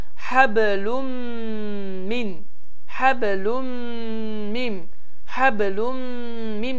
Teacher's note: bu zaman n hərfi, yəni n səsi tamamilə itərək 100%-lıq bir şəkildə ğunnə, burun hərfi olar. · nunla mim şeddeli olduğu halde onları gunne et ve burundan çıkart. Ve bildiğimiz kimi gunnen mi demeli nunla mim ece şeddeli olduğunda iki hareke miktarında uzadılır.